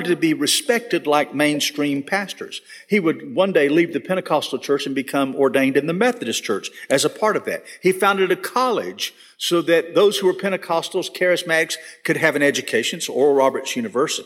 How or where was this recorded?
large echoing room